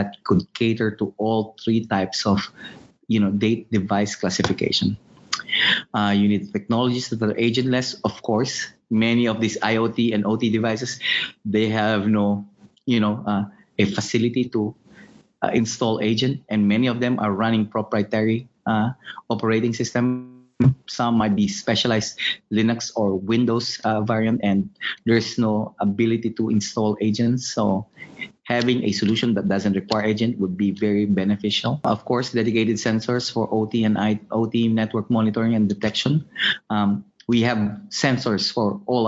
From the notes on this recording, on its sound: The webinar concluded with a Q&amp;A session with all three speakers.